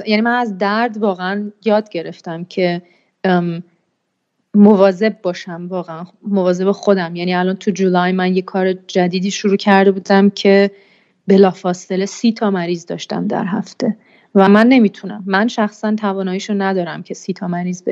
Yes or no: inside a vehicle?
no